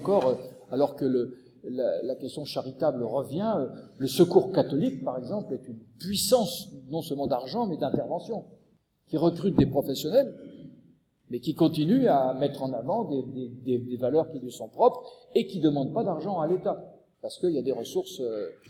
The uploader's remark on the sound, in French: Enregistré le Mercredi 14 janvier 2015 à l&#39;école de travail social du lycée Rabelais. Enregistré le Mercredi 14 janvier 2015 à l'école de travail social du lycée Rabelais.